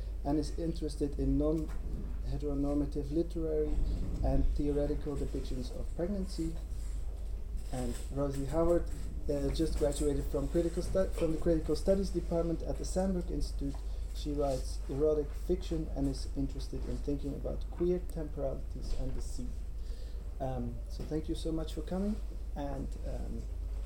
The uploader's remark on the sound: The intro is a little quiet, but once we start talking the sound quality is just fine!